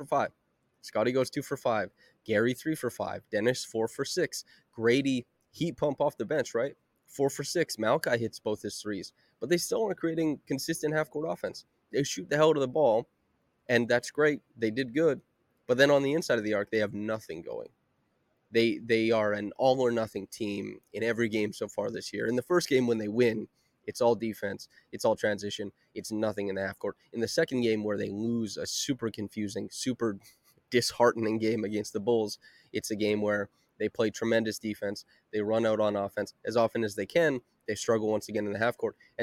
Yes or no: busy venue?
yes